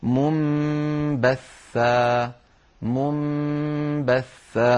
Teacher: على القارئ أن يقلب هذه النون إلى ميم ثم ينطق الميم مخفاة بالباء التي بعدها · Term: الإقلاب